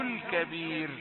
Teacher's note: الكبير الراء الموقوف عليه سكنت بسبب الوقف، والياء التي قبلها مدام قبلها ياء مادية نقول دي راء مرققة. الكبير الكبير، لا تقل الكبير، بعض الناس يقفون هكذا هذا خطأ.